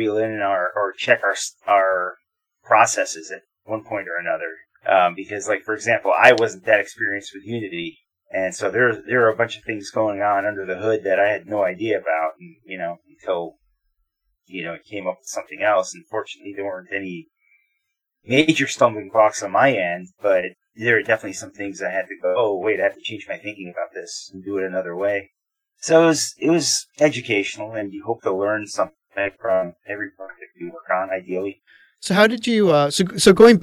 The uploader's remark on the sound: Disclaimer: this episode was afflicted by some unpredicted recording issues and so the sound quality is fairly poor.